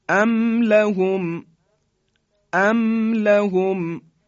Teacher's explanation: ما میم ساکن رو به خوبی اظهار میکنیم و حرف بعدی رو هم میگیم. مثل ام لهم، به عنوان مثال، ام میم ساکنه بعدش لام اومده، یعنی چی؟